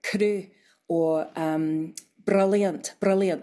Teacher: it's like a rolled R, but it's like one instead of many, many all in a row · Term: tapped R